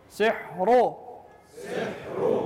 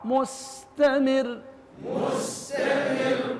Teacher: الراء مفخم ومستمر مرقق، ميز. انطيني سحر مفخم ومستمر مرقق